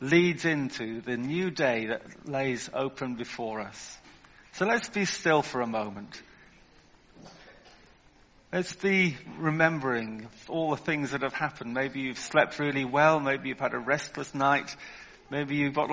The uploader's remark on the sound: Contemporary Service. Recorded at the 10:30 service on Sunday 22nd January 2023.